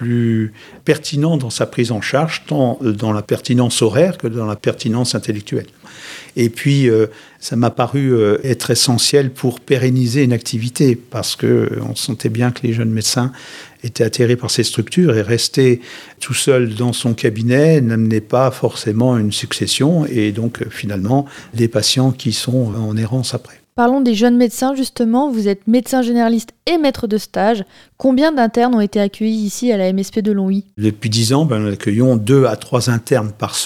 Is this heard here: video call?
no